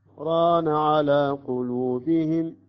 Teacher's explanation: كلا بل سكتة مقدار حركتين ثم ران على قلوبهم